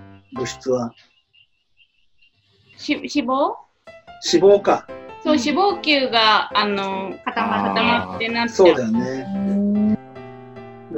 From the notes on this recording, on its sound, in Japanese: zoom音声の録音ですので、お聞き苦しいところがあるかと思います。